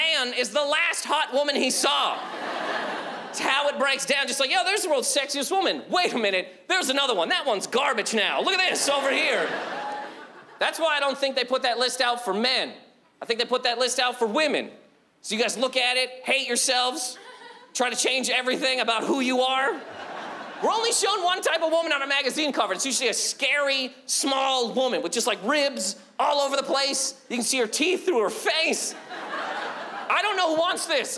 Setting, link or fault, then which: setting, live audience